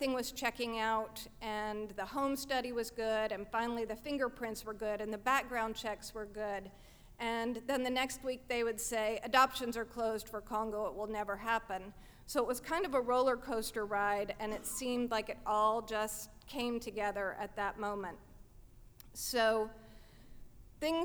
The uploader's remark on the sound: At our 2015 live event, "Ladies Night,".